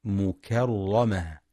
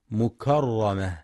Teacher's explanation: ينتبه القارئ لترقيق الكاف والهاء في كلمة مكرمة، فلا يقرأ مكرمة بتفخيمهما · Shown in: first take